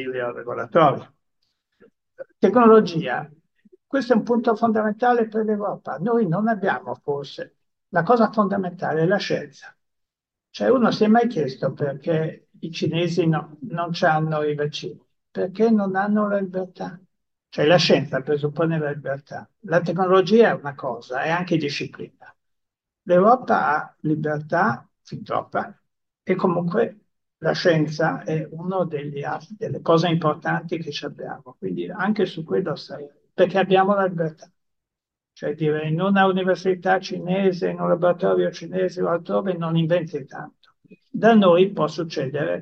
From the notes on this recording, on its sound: This podcast is the recording of the event co-organised by the UEF and the MFE (Italian section of the UEF) at the Collegio Ghislieri in Pavia. This podcast is the recording of the event co-organised by the UEF and the MFE (Italian section of the UEF) at the Collegio Ghislieri in Pavia.